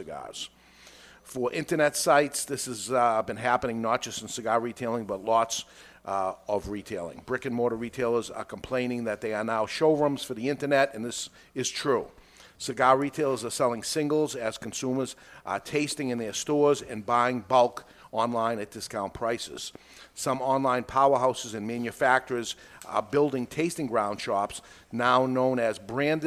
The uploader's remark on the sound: recorded live in front of a studio audience at Studio 21 Podcast Cafe upstairs at Two Guys Smoke Shop in Salem, NH